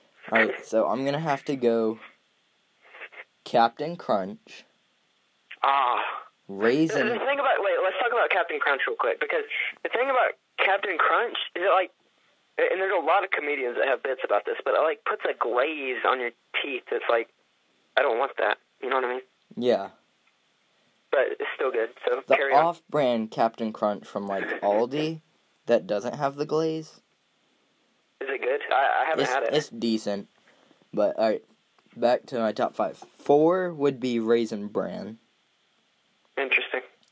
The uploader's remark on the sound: via telephone